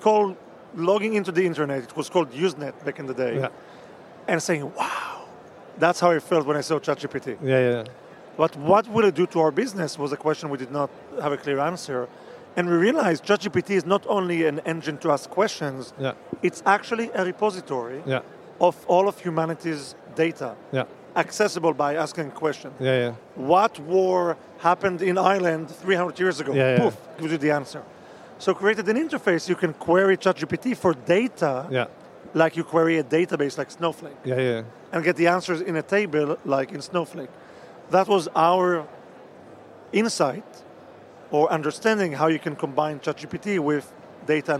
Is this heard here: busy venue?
yes